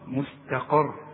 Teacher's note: السين دائما مرققه، التاء دائما مرققه، مستا، وانما القاف بقى مفخمه